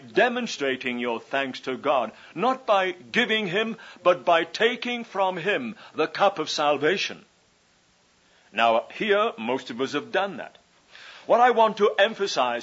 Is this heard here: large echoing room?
yes